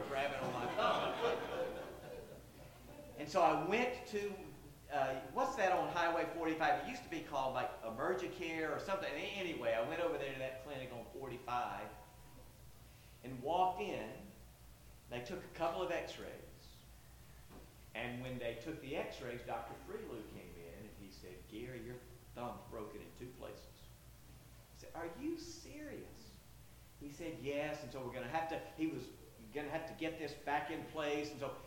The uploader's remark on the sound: Sorry if there are technical issues (low volume) with this one.